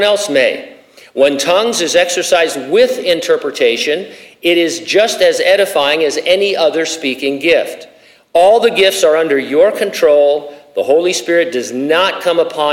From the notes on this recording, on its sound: during a live Q&A session